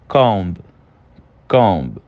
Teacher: O comb, ele já tem uma entonação um pouquinho mais forte do B, mas ainda podemos considerar ele silenciado. · Term: silent B